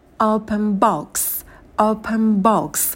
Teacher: вместо «н» звучит звук «м», губной, потому что у нас следующее слово начинается с губного звука «б».